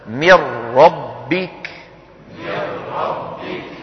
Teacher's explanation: كذلك الأمر عند الراء، فإن النون بجزئيها اللساني والخيشومي تتحول إلى راء، فتدغم الراء في الراء · Term: إدغام بلا غنى